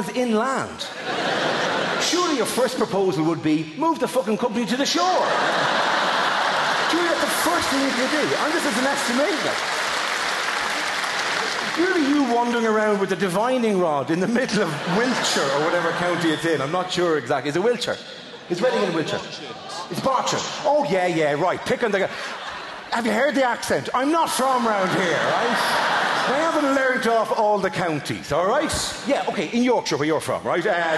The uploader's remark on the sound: Talks Funny Live in London. Recorded at the world famous Hammersmith Apollo before 3,300 fans.